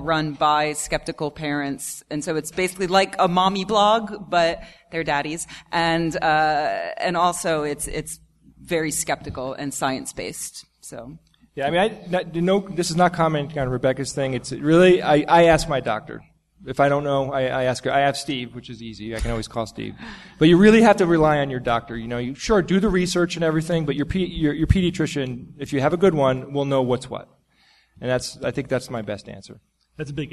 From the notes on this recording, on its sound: Live from NECSS 2014. Live Q&A.